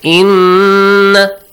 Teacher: So you extend the sound for two beats and you what? Produce a nasal sound. · Term: nun mushaddad